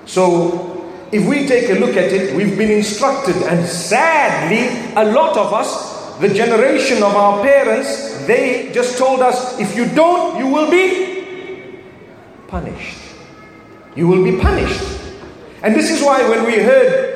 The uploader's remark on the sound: From the Light Upon Light Conference in Birmingham